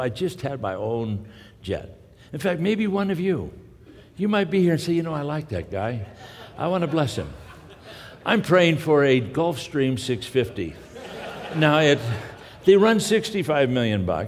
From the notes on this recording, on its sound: from the 2016 Southwest Men's Conference, Men of Character